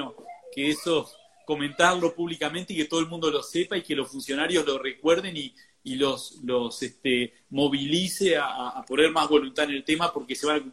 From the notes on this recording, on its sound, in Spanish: Audio de la charla en VIVO por Instagram